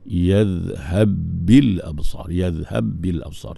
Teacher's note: Ba bertemu ba. Idgham mislain kabir. Tapi kita tak baca lah dengan idgham. · Term: idgham kabir